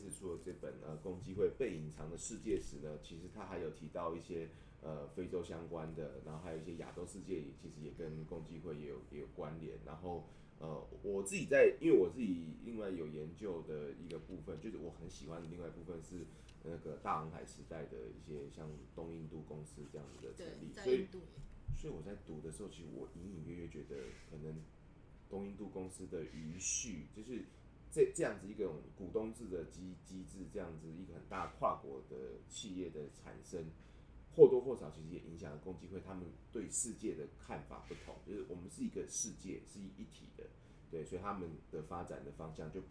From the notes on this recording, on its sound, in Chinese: 本次錄音是在一般辦公空間進行，可能有小雜音跟馬路上的喇叭聲，絕對不是在做效果。